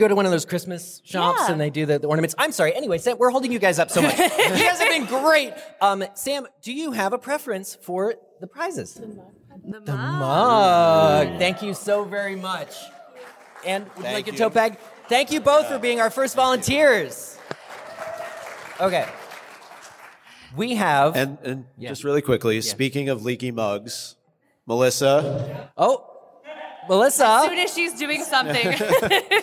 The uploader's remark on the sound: This LIVE recording from LeakyCon 2023 at McCormick Place in Chicago IL! Our audience-participatory mega show.